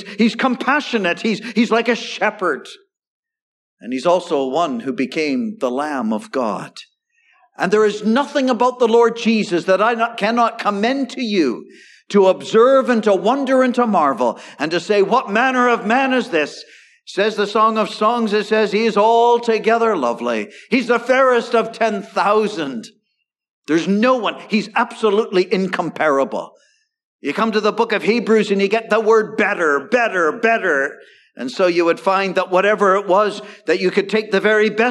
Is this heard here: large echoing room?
yes